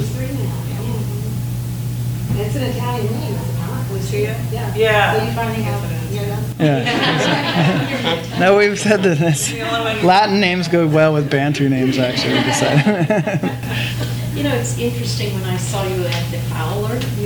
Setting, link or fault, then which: setting, live audience